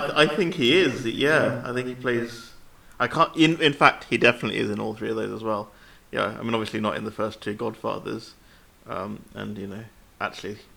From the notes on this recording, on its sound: Apolgies for the occasional echo and interference, we decided to record this pod in the batcave.